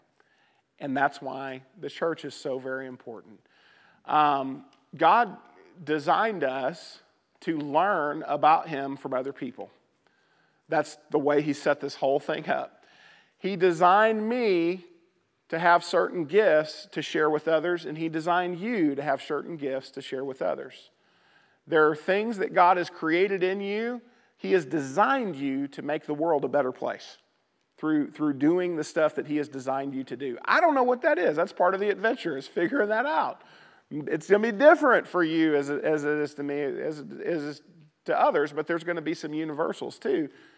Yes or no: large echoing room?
yes